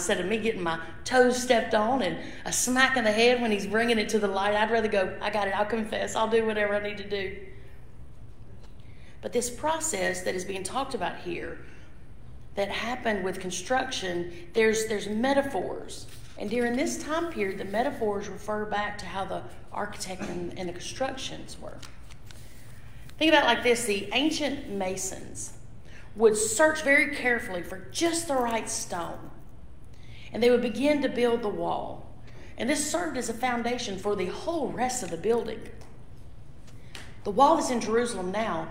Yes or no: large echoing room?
yes